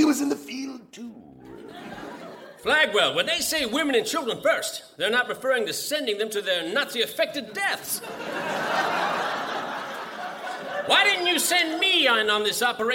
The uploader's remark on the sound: Recorded Live 1/8/2011 at Largo, Los Angeles.